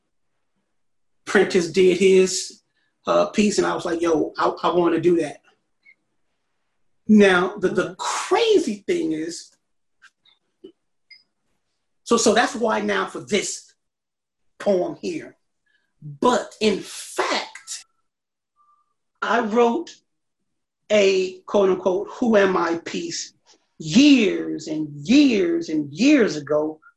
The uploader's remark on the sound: This episode was recorded via Zoom.